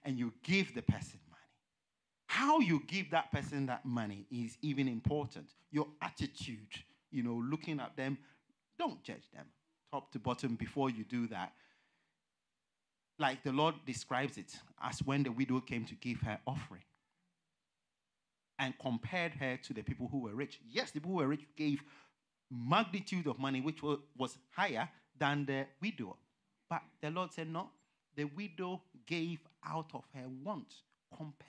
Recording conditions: large echoing room